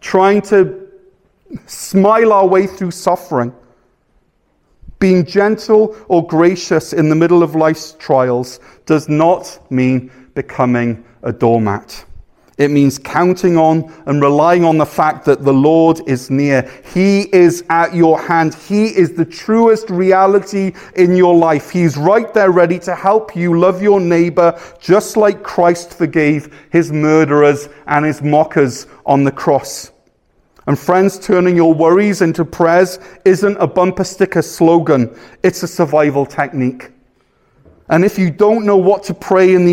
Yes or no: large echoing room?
yes